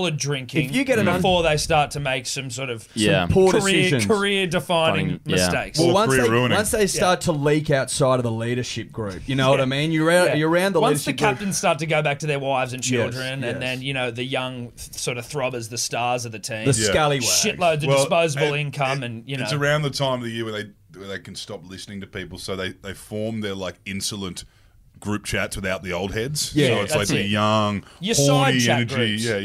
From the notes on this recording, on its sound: Live from the Baxter Boots Booth